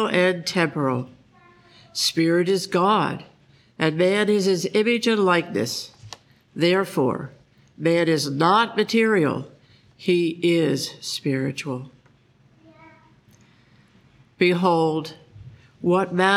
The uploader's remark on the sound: The Sunday service audio from April 9th, 2023